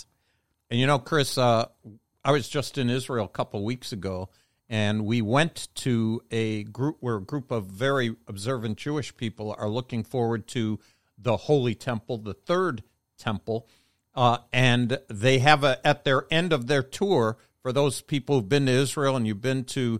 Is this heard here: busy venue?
no